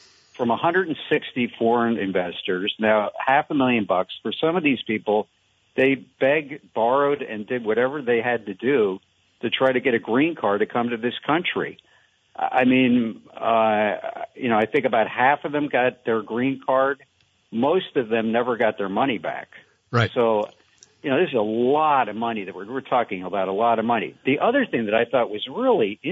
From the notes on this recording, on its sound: An Open Phones Show. Spend most of the show talking with listeners about a whole variety of topics.